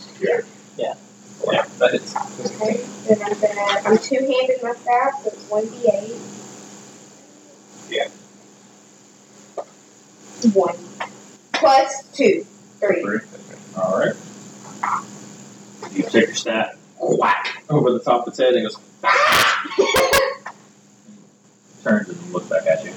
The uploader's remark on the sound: Apologies about the audio quality on this episode and the one before it.